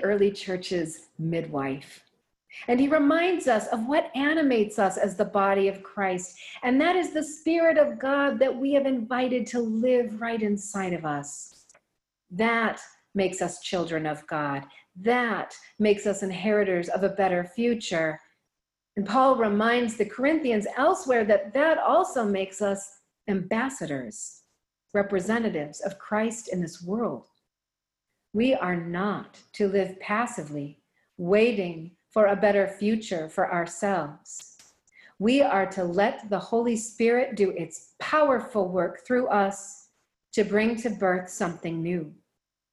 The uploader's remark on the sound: Recorded live in Zoom.us